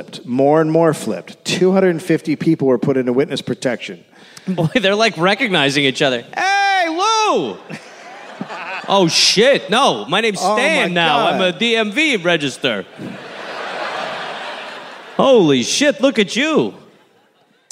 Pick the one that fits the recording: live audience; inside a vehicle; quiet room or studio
live audience